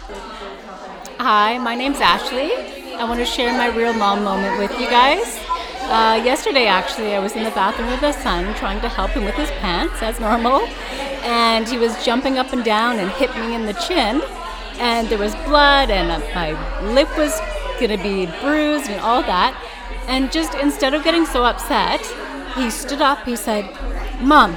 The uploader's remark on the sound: To celebrate, they’ve gathered past and future guests and experts from the podcast along with a bunch of local moms and their little ones for a super fun social lunch. This episode was recorded live on location during the celebration!!